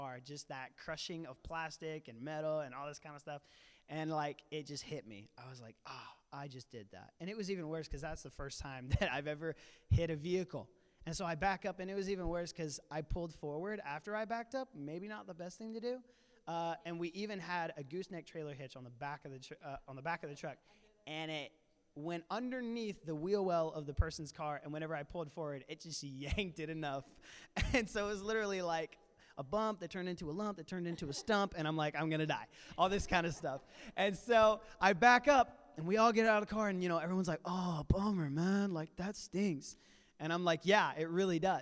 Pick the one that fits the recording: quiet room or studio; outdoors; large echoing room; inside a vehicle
large echoing room